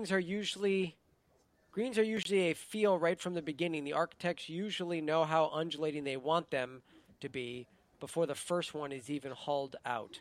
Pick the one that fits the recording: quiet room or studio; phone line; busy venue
busy venue